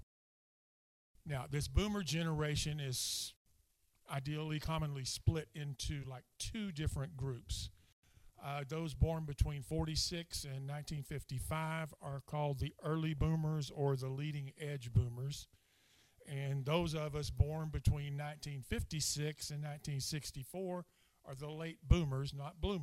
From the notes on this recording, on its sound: speaking at Soma Community Church in Jefferson City, MO on 30 April 2023